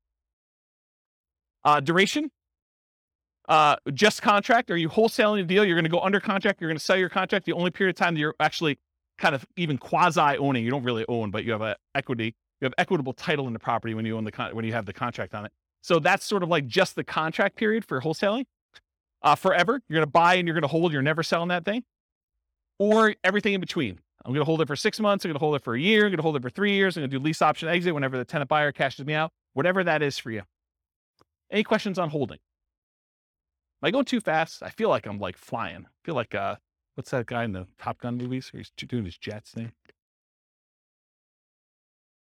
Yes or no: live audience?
yes